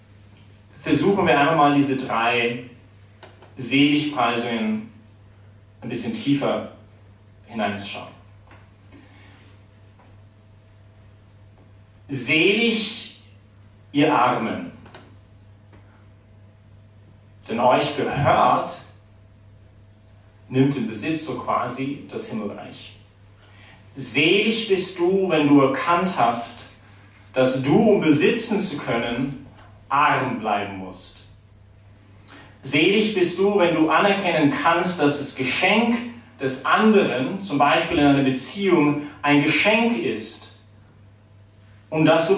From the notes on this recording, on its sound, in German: die Predigt wärhend der BeFree Messe gehalten